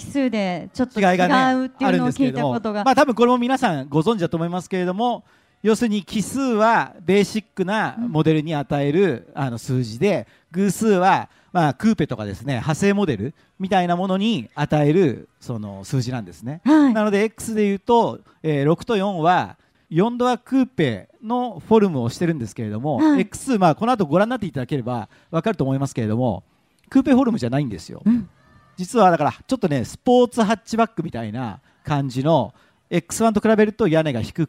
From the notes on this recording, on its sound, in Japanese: ル・ボラン カーズミート 公開収録。毎年恒例のヨコハマ赤レンガ倉庫前広場で開催される、「ル・ボラン カーズミート」。今年も公開収録を行ないました。当日は、たくさんの人が来場してくれて、とてもテンション上がりました。